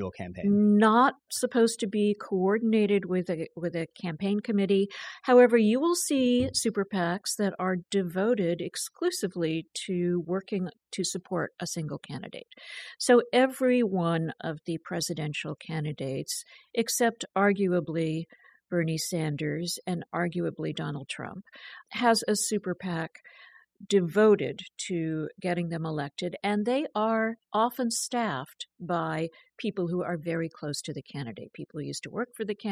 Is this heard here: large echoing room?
no